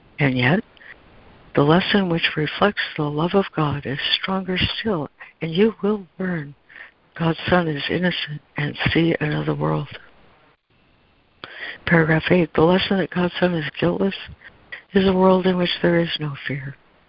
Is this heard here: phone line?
yes